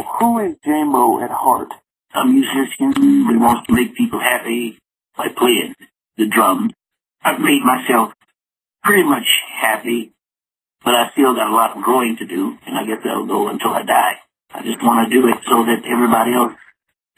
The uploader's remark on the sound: called into the show